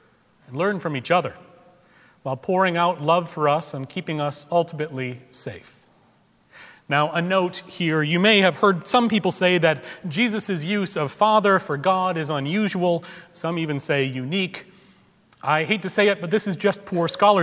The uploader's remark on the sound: Recorded February 19, 2017 at Trinity Presbyterian Church in Bixby, Okla.